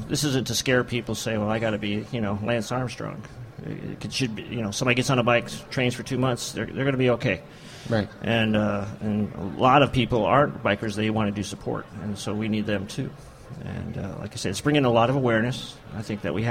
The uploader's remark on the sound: From the show floor at EMS Today.